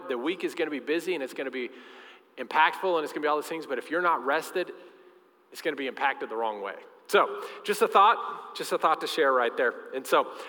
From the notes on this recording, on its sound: Recorded live during our Sunday morning service